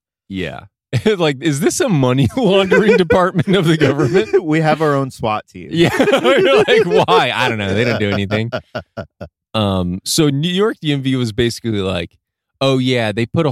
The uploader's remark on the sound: In A Car, At A Park, In The Morning. The boys are back in the car, this time in a parking lot at a park at 6 am before a skate sesh.